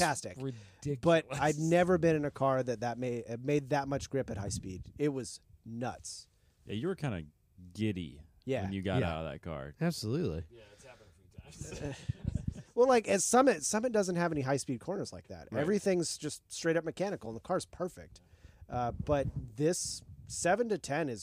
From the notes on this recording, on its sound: Crazy Weather at #GRIDLIFE Midwest. At Gingerman raceway.